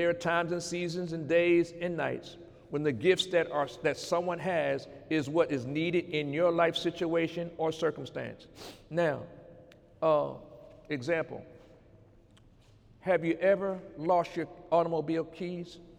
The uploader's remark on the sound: During Sunday morning service